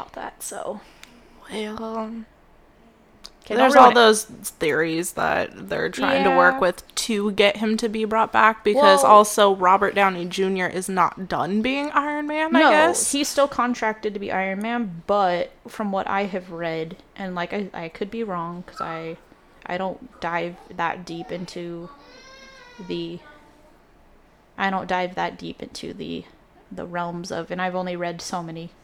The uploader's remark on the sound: If you absolutely hate background noise, skip this episode. There's a lot of noise I was unable to edit out.